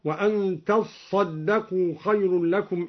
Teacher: أصلها تتصدقوا فأدغمت التاء في الصاد